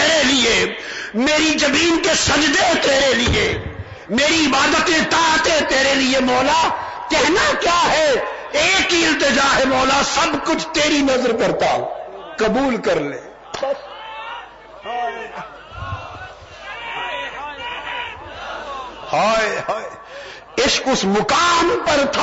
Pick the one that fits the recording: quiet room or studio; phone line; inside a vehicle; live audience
live audience